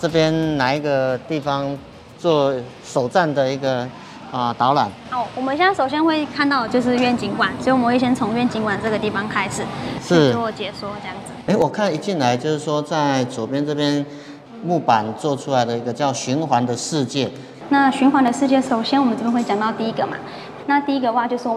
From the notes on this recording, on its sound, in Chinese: 要帶大家走出錄音間，坐上往花蓮和平村火車，前往台泥的DAKA園區。